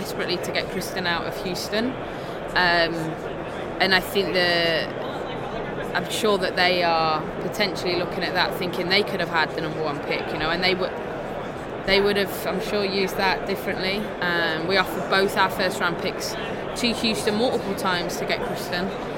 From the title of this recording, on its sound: Live from the 2019 USC Convention